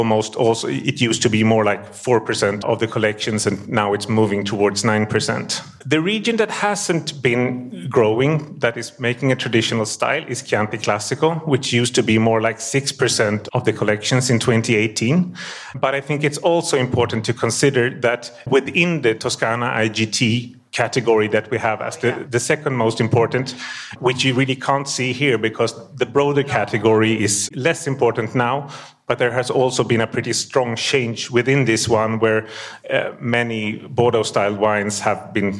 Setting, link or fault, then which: setting, busy venue